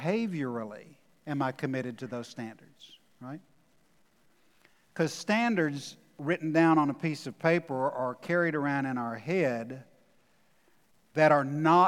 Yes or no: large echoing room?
yes